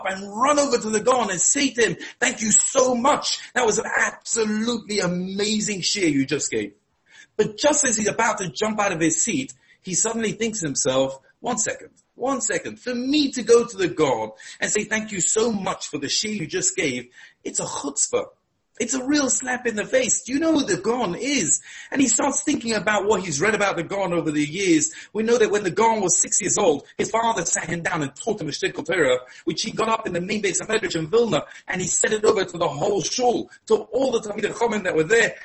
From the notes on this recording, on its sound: Shiur given over Zoom.